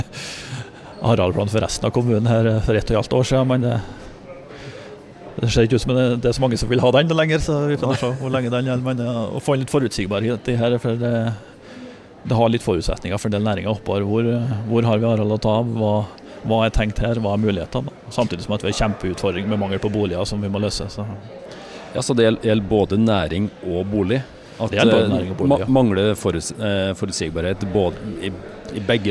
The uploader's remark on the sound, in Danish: Live fra Domus